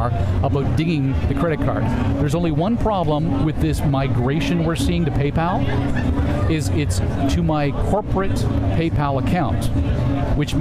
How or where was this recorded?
busy venue